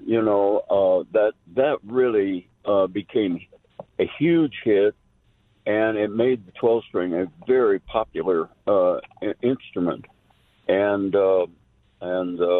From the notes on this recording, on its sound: joins the show by phone